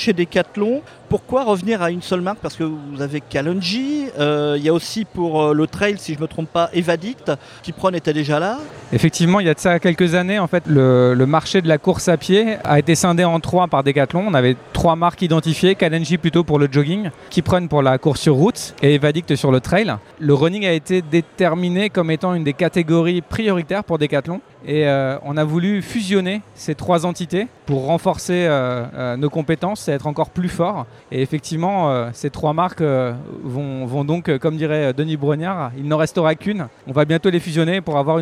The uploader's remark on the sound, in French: Enregistrement : vendredi 31 mars 2023 au salon Run Expérience, à Paris